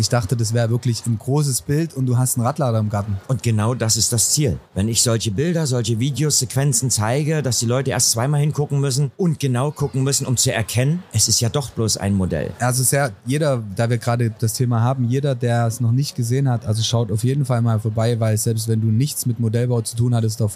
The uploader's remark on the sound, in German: Live von der Modell - Hobby - Spiel auf der Leipziger Messe. Waren wir mit unserem mobilen Airstream Studio zu Gast auf der Modell-Hobby-Spiel Messe in Leipzig und haben vor Ort verschiedene Podcast Episoden für unseren Sachsenlotto Podcast Channel produziert.